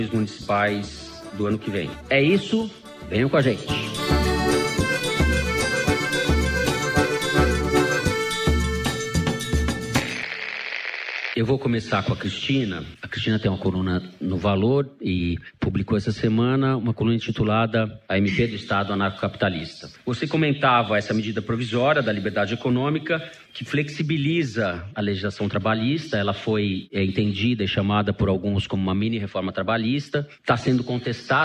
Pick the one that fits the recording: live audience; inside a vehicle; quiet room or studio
live audience